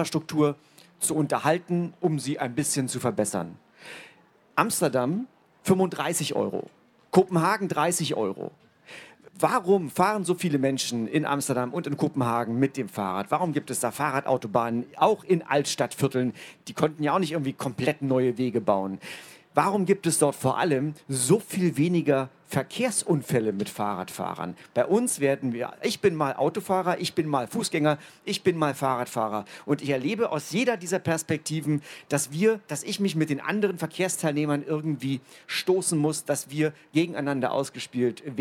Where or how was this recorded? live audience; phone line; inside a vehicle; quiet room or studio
live audience